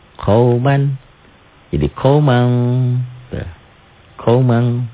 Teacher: N-nya berubah ditambahin G gitu aja tuh. · Term: ikhfa